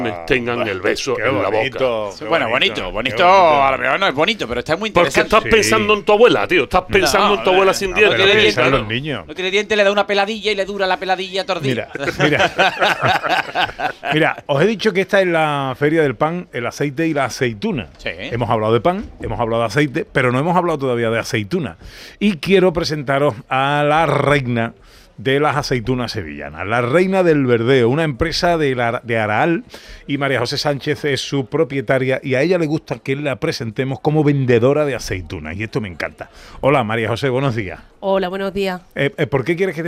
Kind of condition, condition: setting, busy venue